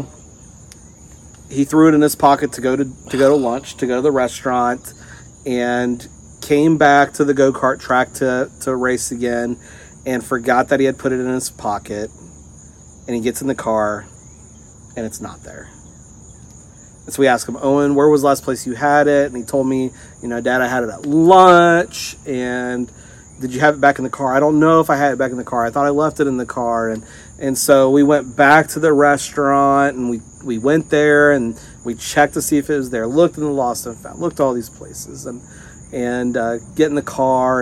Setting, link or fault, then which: setting, outdoors